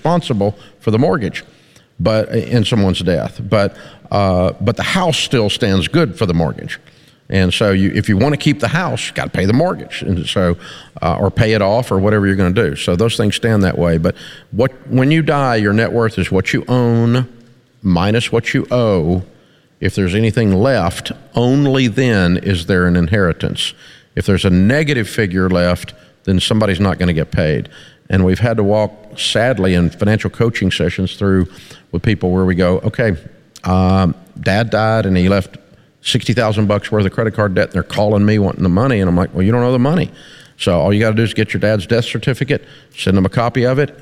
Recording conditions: live audience